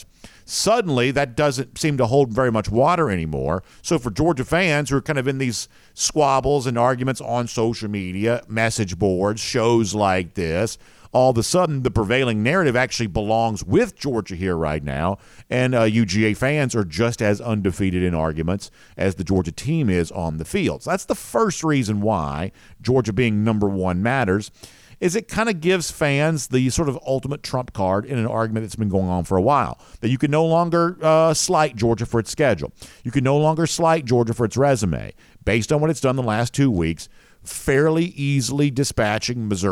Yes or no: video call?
no